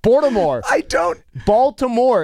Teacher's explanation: He doesn't even hit an L sound in there